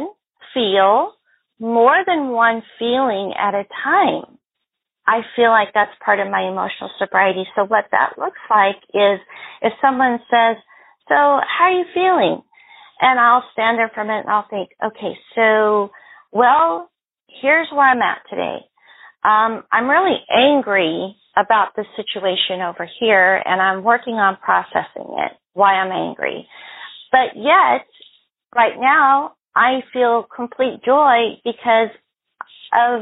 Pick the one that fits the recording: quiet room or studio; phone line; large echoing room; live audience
phone line